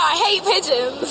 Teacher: the word connects, hate, the t and the p connect together, so you end up with hate pigeons